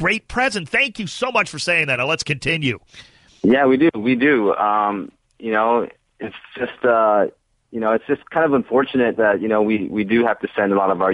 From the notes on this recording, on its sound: calls